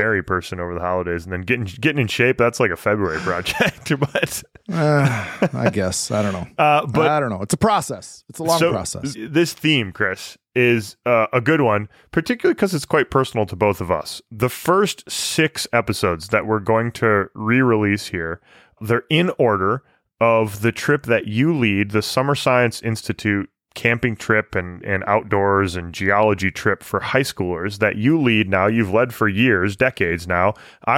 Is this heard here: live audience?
no